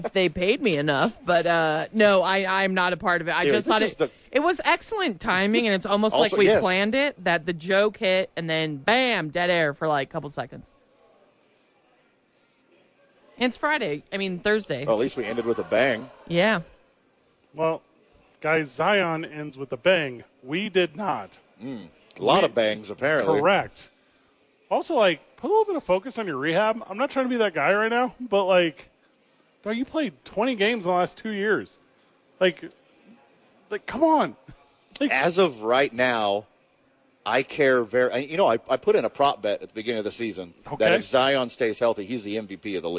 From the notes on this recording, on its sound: they are live from Red Door Downtown